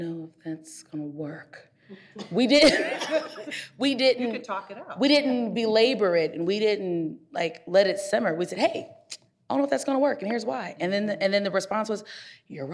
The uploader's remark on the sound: The Broad Cast's first-ever live taping hosted at EvolveHer. This month’s special live taping.